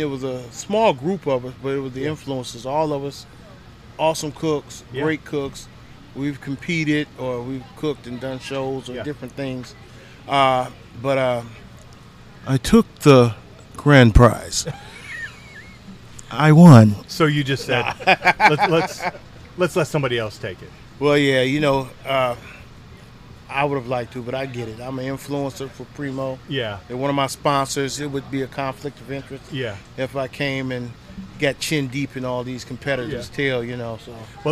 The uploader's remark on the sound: Once again we are live from the Primo BBQ Bash in Poplar Bluff